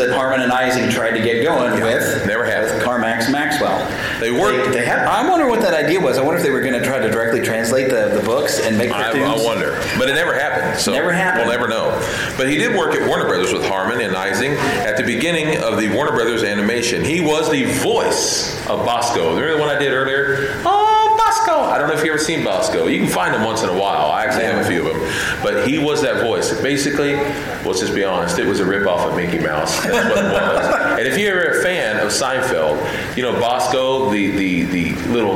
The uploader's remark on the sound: We had a fantastic panel at Planet Comicon 2019!